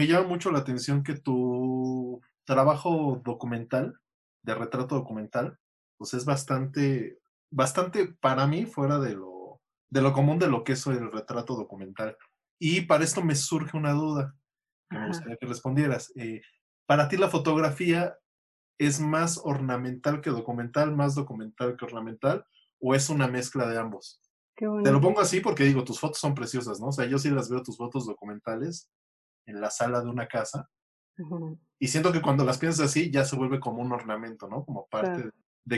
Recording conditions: video call